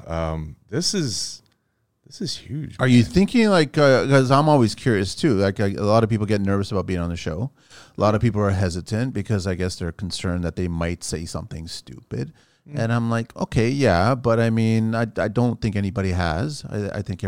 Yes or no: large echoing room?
no